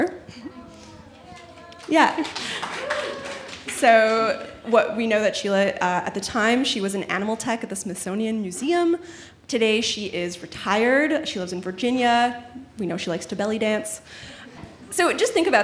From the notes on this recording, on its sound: Told this story for a live audience at On Air Fest.